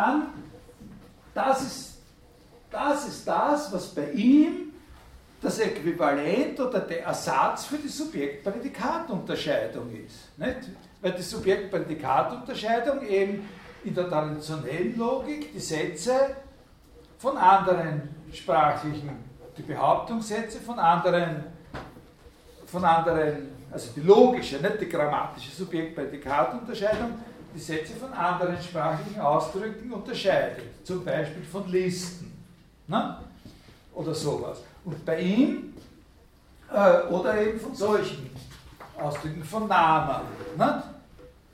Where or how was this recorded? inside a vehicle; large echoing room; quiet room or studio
large echoing room